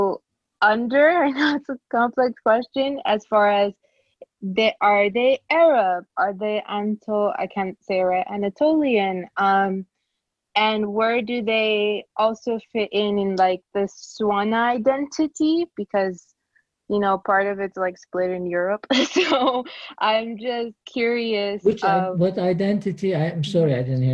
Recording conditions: video call